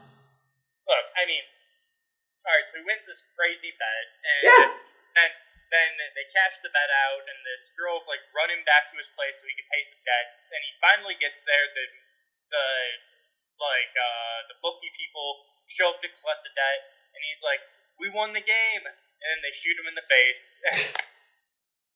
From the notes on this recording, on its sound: This episode's audio is a little funky.